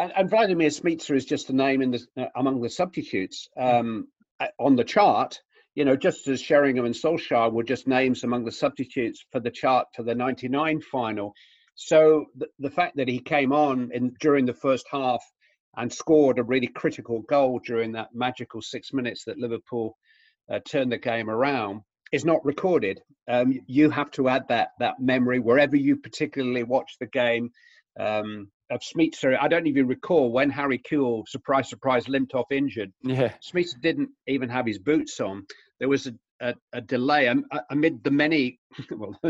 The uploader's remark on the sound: Logged into a zoom call this week. It was easy to feel a bit out of place on the other end of the call.